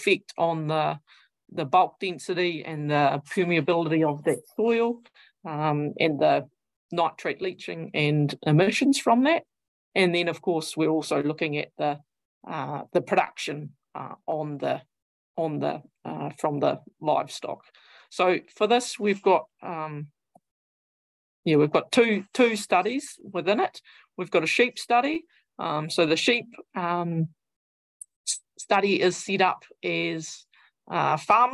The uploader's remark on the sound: Recording of the Beef + Lamb New Zealand Central Otago Farming for Profit Winter Webinar series.